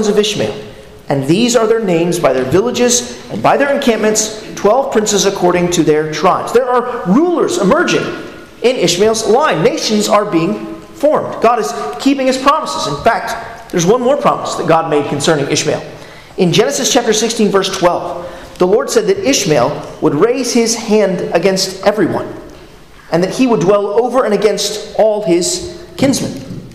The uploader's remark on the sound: at Arlington Baptist Church in Arlington, Virginia